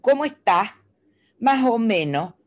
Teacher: hacen la S, y la transforman en J